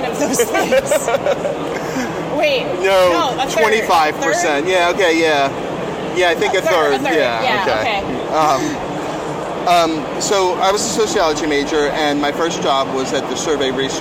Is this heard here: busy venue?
yes